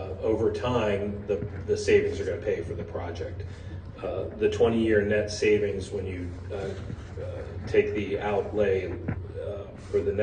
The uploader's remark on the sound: NewtownPA Board of Supervisors public meeting. This is an audio recording of the presentation and Q&A session that followed.